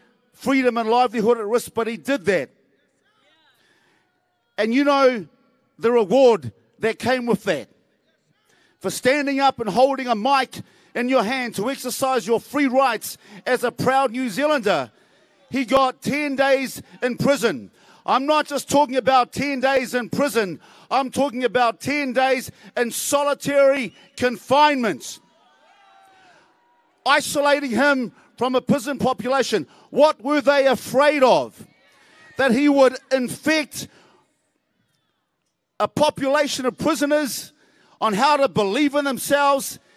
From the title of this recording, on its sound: Live Stream Replay from the Steps of New Zealand Parliament